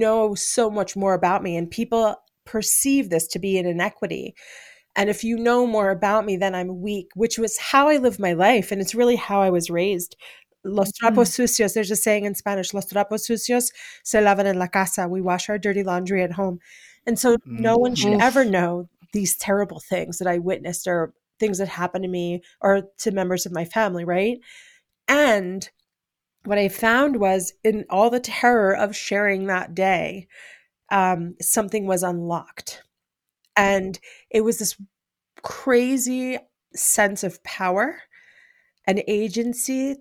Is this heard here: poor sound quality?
no